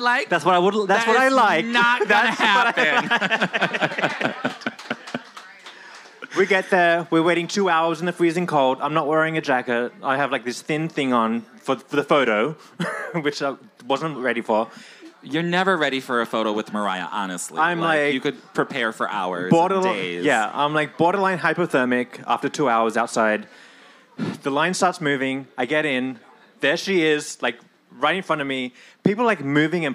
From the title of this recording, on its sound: Live from Rise Bar, New York City!